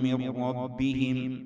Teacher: نون بعدها راء، تدغم بدون غنة · Term: إدغام بدون غنة